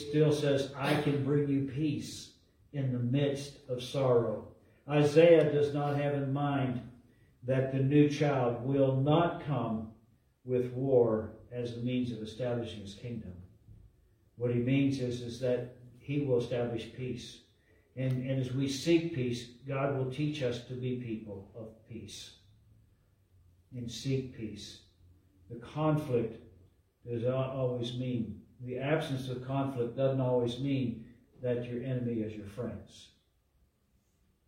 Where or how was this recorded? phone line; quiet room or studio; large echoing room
large echoing room